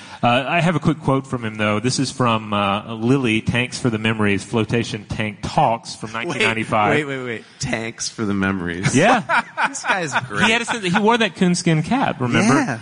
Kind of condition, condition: setting, live audience